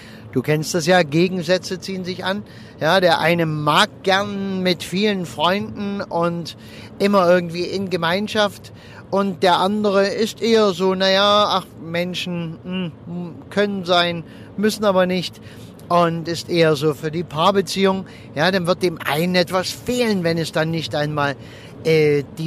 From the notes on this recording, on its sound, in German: Und wenn ich mit meinem Aufnahmegerät am Straßenrand im Auto sitze, wenn ich während der Autofahrt aufnehme oder sonst irgendwie, dann ist die Aufnahmequalität etwas gemindert.